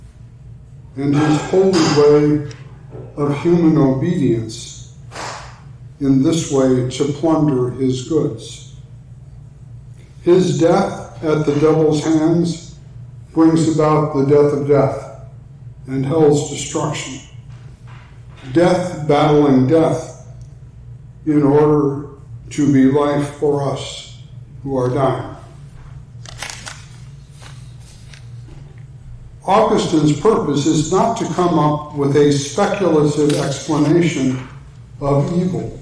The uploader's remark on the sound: talk for the NALC Atlantic Mission Region's theological conference